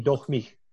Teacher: Both of those R's occur as H's in Brazilian Portuguese, at least Rio de Janeiro dialect.